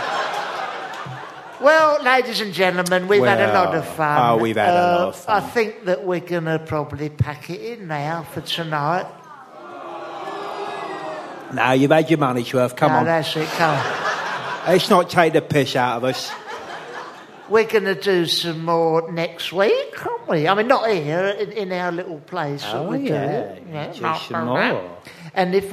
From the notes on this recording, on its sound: Except live, in person. Not a podcast recorded on dobly cassette tape, but actually there. Bumper four hour long live special.